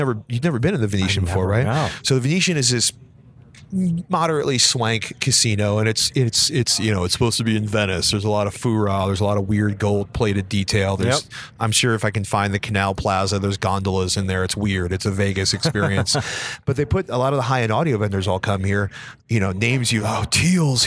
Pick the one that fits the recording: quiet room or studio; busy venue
busy venue